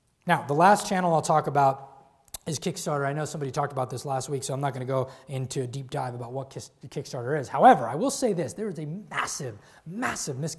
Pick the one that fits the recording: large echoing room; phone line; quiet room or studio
large echoing room